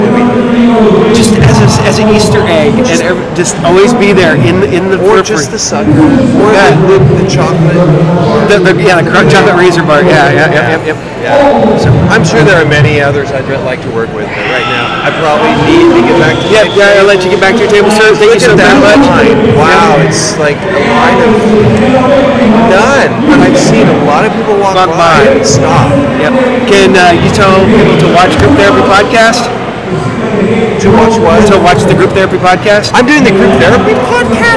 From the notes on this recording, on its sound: All recorded Live at the Haunted Screams Expo.